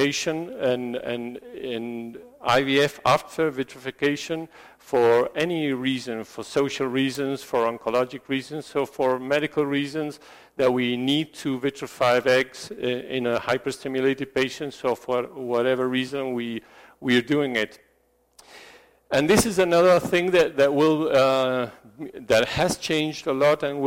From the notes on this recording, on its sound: This lecture was given at the 360◦ of Fertility: Optimizing Clinical and Laboratory Approaches educational program in Sao Paulo, Brazil